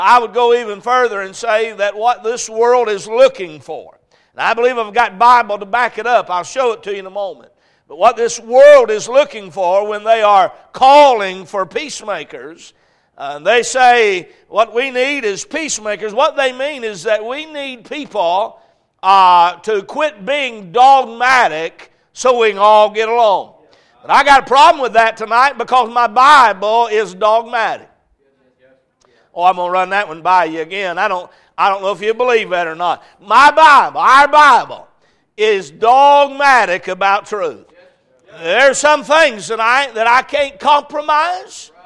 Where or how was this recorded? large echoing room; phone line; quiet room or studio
large echoing room